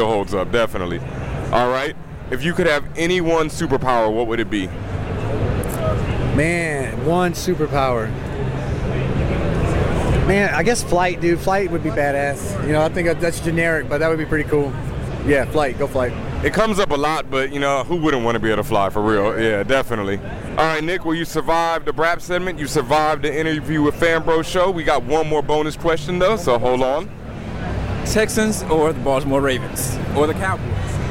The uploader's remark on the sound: Live From NYCC. Apologies for the audio quality as we were live at NYCC and the chaos around us didn't help the sound.